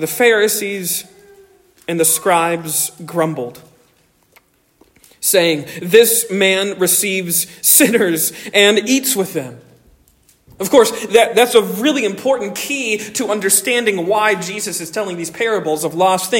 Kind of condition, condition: setting, large echoing room